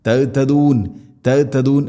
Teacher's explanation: ഹ തൊണ്ടയുടെ താഴെ ഭാഗമാണ്